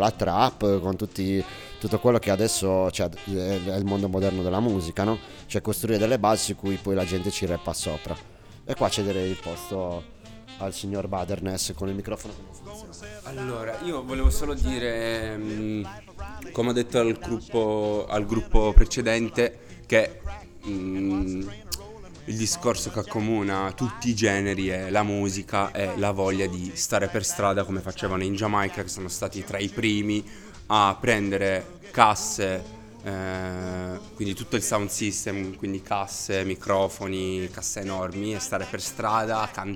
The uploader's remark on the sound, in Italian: registrata durante la festa tenutasi al Centro Interculturale il 21/12/2021